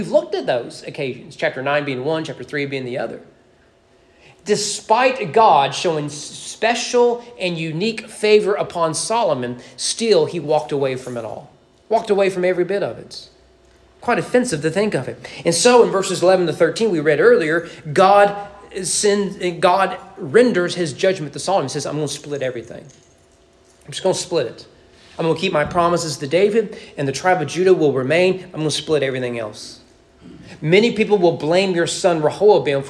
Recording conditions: large echoing room